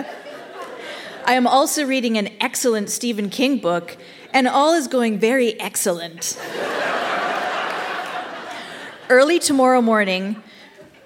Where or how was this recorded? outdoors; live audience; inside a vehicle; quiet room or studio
live audience